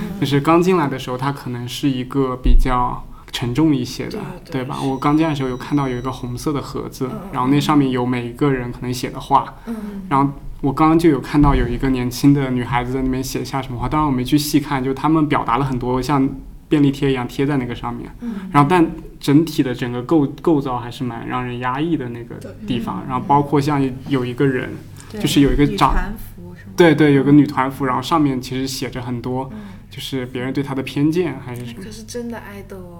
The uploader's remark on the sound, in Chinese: 本期来到了上海喜马拉雅美术馆的身材焦虑展中进行录制，也是节目首次进行 5 人录制。